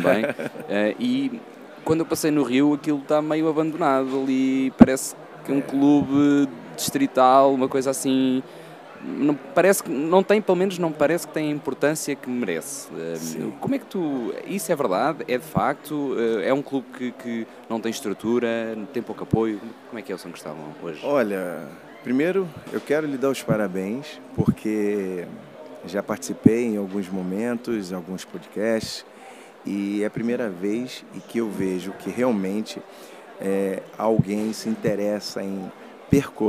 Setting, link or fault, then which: setting, busy venue